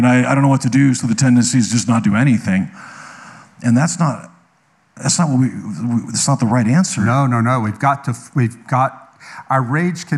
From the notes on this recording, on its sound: live at Conduit Church